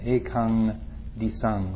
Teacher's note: And then when you see a dot underneath an M, like in that first line, the M becomes an ng sound, like song, lung